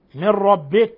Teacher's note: نون ساكنة جاء بعدها الراء الحكم التجويدي إضغام بغير غنة